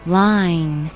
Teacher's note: i，张大嘴，然后把小 e 发出来，然后再加个 n 的鼻音